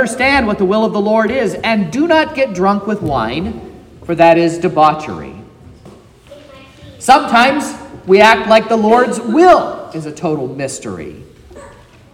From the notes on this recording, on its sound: This is the sermon preached at Trinity Lutheran Church in Vallonia, Indiana, on Sunday, October 22nd